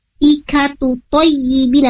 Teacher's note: Malaikatu thayyibina harusnya ikatu thayyibina bersambung, tapi tadi agak jeda seolah-olah di sana ada sakta, padahal di sini tidak ada sakta ya.